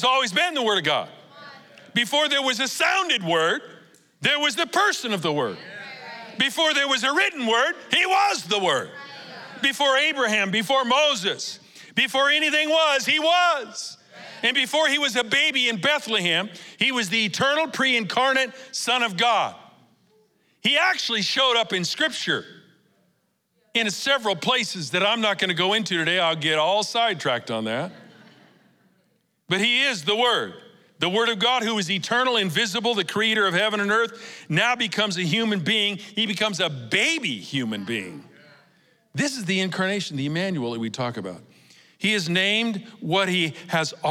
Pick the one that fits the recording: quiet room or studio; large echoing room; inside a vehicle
large echoing room